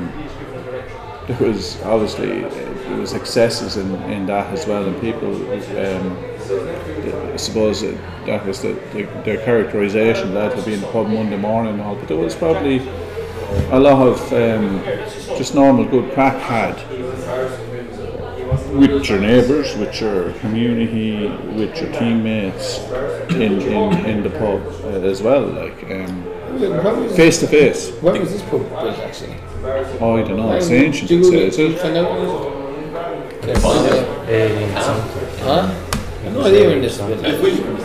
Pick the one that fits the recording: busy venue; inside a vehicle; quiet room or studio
busy venue